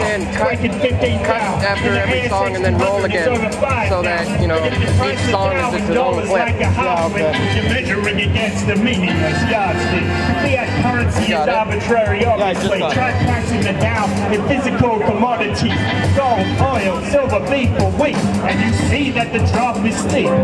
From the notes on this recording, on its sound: Live at Anarchapulco 2016. A hip hop performance at Anarchapulco 2016.